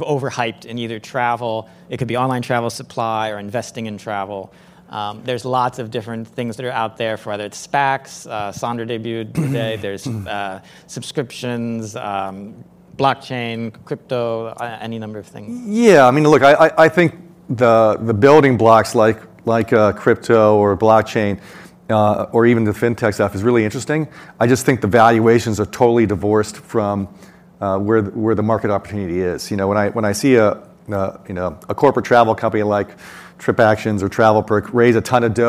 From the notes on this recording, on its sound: The event was recorded at Ogilvy's headquarters in New York City on January 19, 2022.